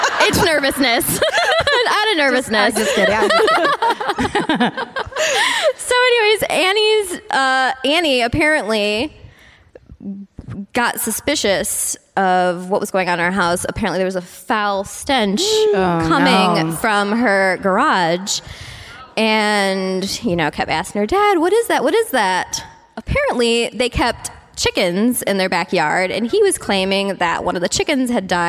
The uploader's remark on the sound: Live at the Connor Palace in Cleveland